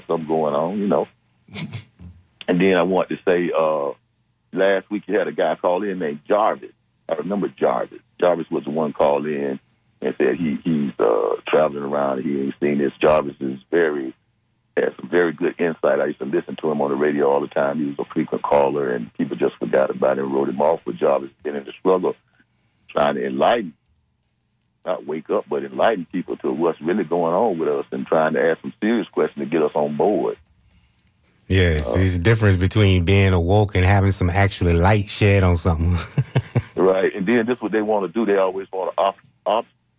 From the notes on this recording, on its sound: unique magazine format call-in show